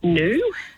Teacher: It's known as yod dropping, and we've been dropping these yods. The yod is the y sound in new, the y, and that's been going on since the early 1600s.